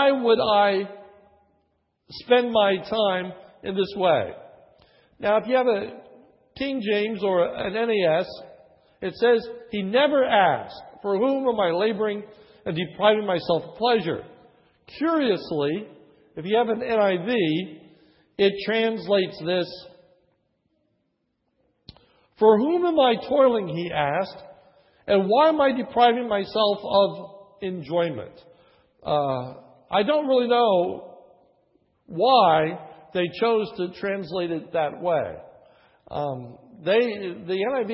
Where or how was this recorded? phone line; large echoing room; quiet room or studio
large echoing room